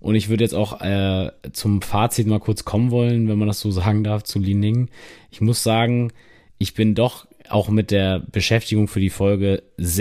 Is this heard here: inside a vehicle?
no